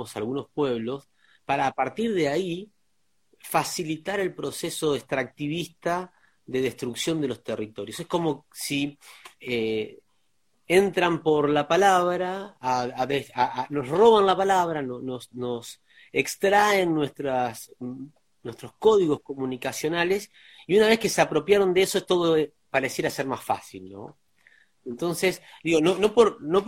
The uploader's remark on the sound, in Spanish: charla en vivo por Instagram